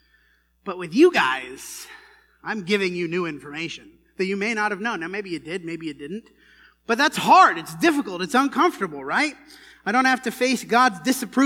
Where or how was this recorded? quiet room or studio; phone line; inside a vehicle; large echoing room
large echoing room